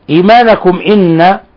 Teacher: ميم ساكنة جاء بعدها الهمزة، الحكم التجويدي، الحكم التجويدي إظهار شفوي